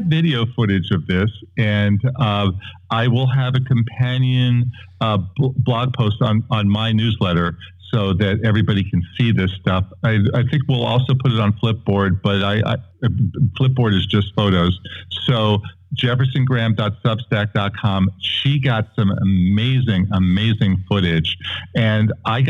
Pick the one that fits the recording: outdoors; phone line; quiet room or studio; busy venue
phone line